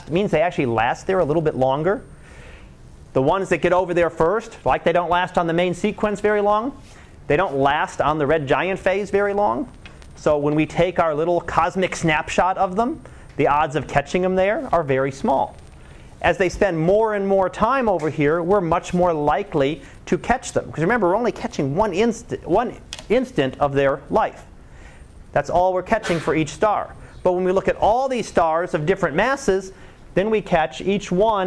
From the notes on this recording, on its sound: Live Class Lecture.